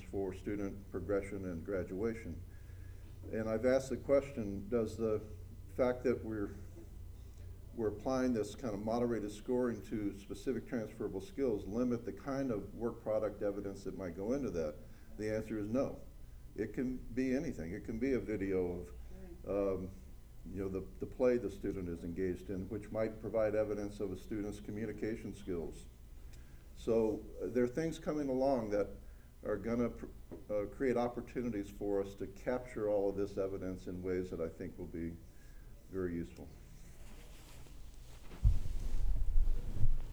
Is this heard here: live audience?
yes